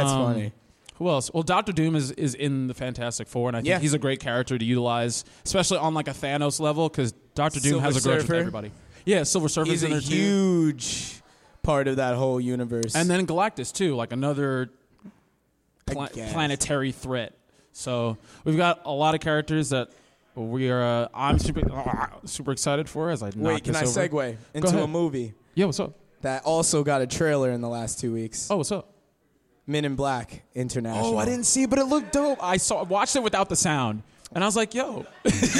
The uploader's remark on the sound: Live at The Brewers Collective in Bay Shore, Long Island.